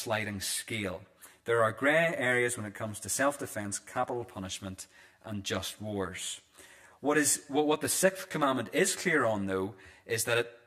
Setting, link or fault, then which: setting, large echoing room